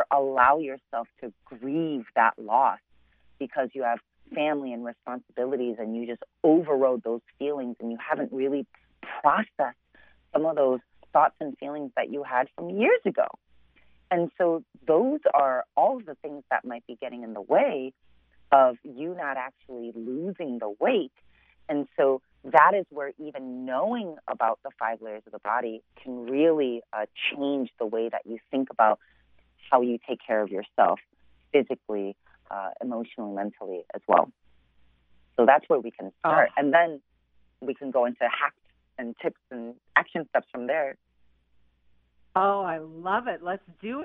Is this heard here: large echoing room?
no